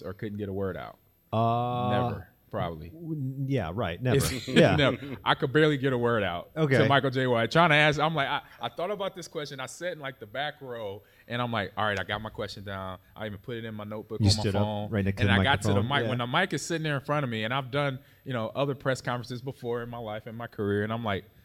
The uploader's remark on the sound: Live from the Fan Expo in Chicago